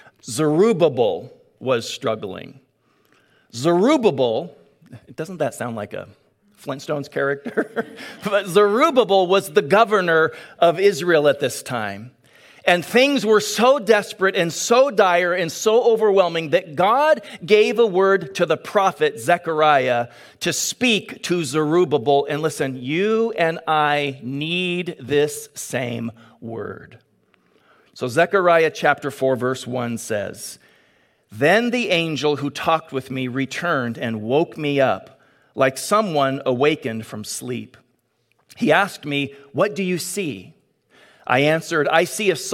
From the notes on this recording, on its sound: Delivered on 22 May 2022 at Grace Church of La Verne. Delivered on 22 May 2022 at Grace Church of La Verne.